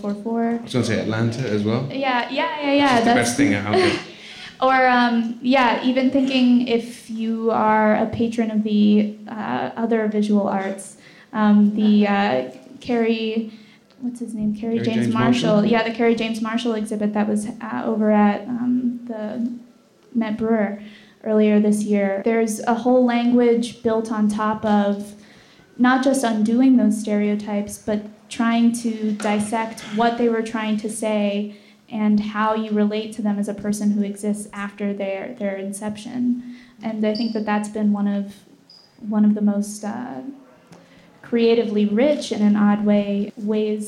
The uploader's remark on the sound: In this special live episode of the podcast